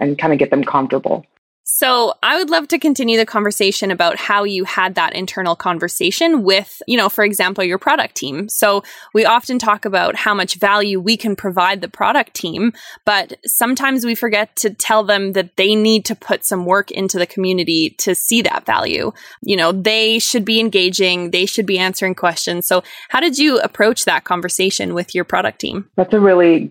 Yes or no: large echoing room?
no